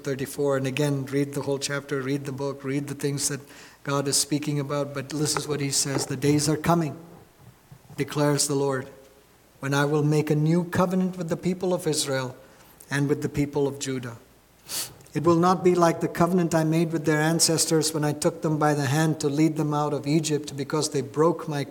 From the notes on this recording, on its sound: at New Life Fellowship Church, Concord, NC, on Sunday, April 30, 2023